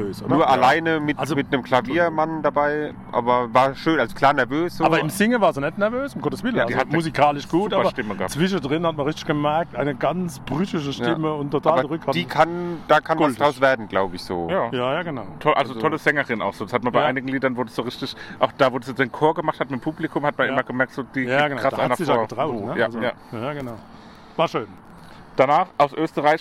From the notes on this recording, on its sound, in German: Maifeld Derby Festival. Wir berichten erneut mit einer Folge direkt vom Festival!